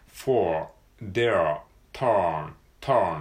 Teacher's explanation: アメリカ英語的には、やっぱりこの伸ばし棒のところに結構こう R が出てくることが多いですね。えー、for theirturn。まあ、ラ行としての R っていうのもありますし、こう伸ばし棒ね、for, there, turn, turn ね、turn じゃなくて turn。こういう感じで、ちょっとその R っぽい音を含ませることによって、こう英語っぽくなるんですね。turn っていうと、こう、タ turn っていうと、こうなんか、えー、英語っぽくないけど、turn っていうと、ちょっと英語っぽいですね。まあ、これやりすぎるとね、あの逆にこう、ちょっと過剰になってしまうん